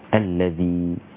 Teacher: والذال حرف رقيق لا بد أن تخرج طرف اللسان مع الثنايا العليا أطراف الثنايا العليا من مخرجه